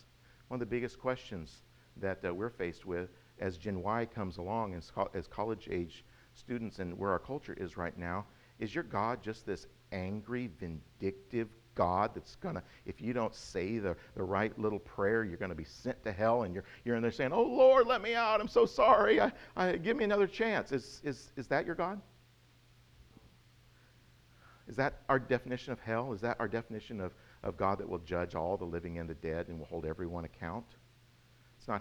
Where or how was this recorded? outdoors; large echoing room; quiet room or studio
large echoing room